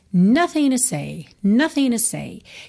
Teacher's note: Repara que ele tirou a letra T, o som da letra T da palavra to.